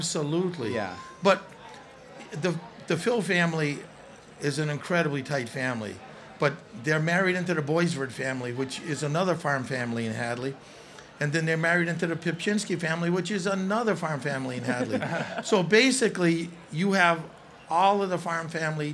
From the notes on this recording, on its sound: We did a whole show live from the stage at the NEPM Asparagus Festival in Hadley!